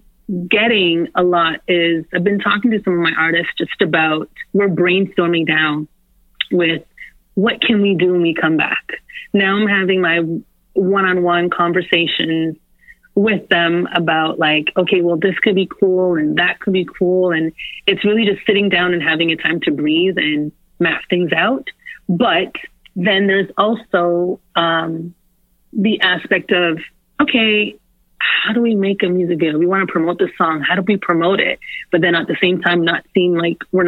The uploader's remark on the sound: QUARANTINE RADIO. We call up legendary choreographer. While we're all social distancing. We get on the phone with Fear of God designer.